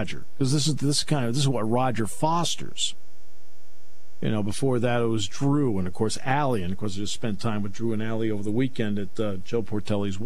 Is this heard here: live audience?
no